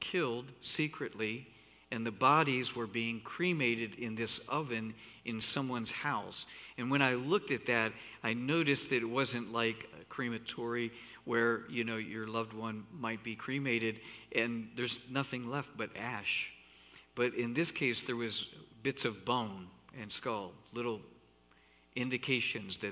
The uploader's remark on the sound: Cornerstone Fellowship Sunday morning service, streamed live on March 14, 2021, Wormleysburg, PA.